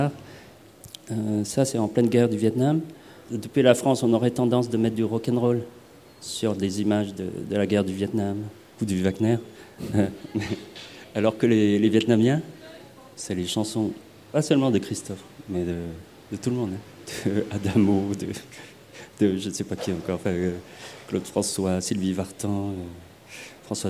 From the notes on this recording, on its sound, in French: Radio Grenouille s'installe en public, sur la terrasse du Théâtre des Bernardines, à l’occasion de la 31e édition du FID, le Festival International du Cinéma de Marseille. Dont les réalisateurs seront présents autour de notre plateau.